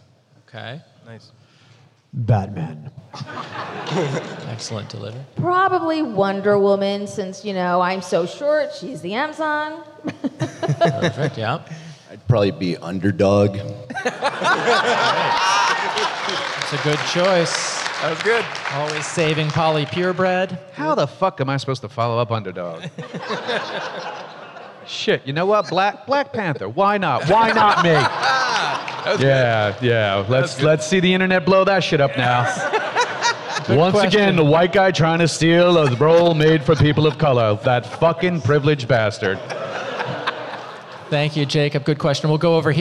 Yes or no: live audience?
yes